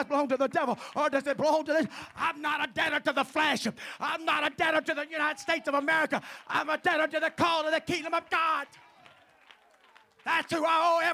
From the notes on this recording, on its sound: at the First Jesus Name Church of Benndale on the Wednesday night